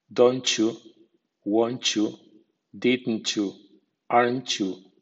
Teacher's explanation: Contracciones opcionales con la semivocal I. T más I suena ch